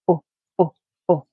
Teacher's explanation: The back of the tongue is high in the mouth, and the front of the tongue is low and perhaps slightly pulled back, so it's not touching your lower teeth. Your lips are slightly rounded or pushed out, and then vibrate your vocal cords quickly, again remembering it's a short sound, and you should get O, O, O.